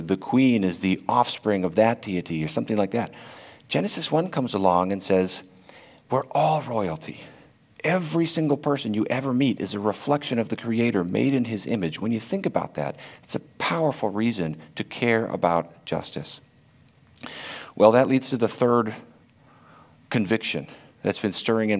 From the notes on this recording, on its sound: This talk was originally delivered at Karam Forum 2021